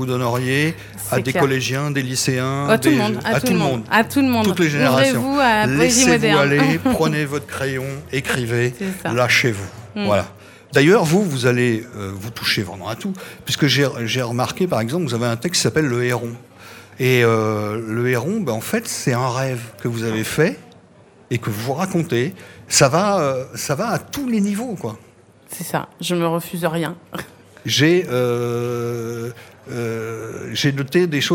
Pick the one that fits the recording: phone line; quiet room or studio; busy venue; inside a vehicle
busy venue